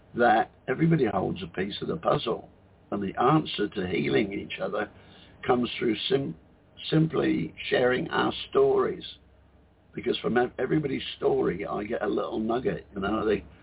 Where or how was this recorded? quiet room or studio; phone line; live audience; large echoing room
phone line